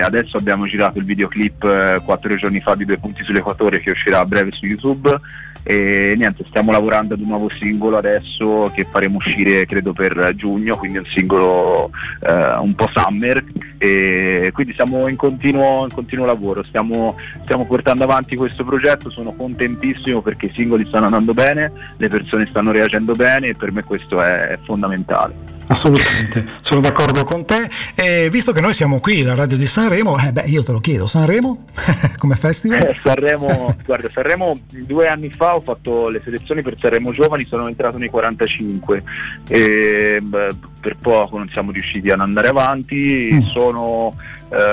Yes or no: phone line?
yes